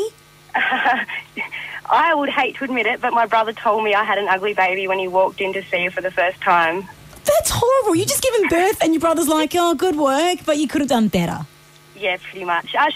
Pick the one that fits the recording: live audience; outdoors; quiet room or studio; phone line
phone line